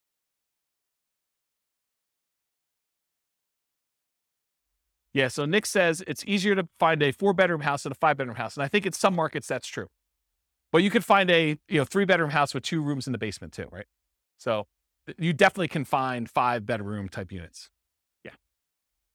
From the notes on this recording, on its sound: This was a live class recorded